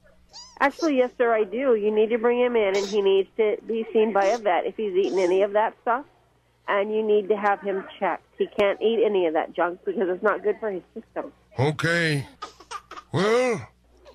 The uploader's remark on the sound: Prank Call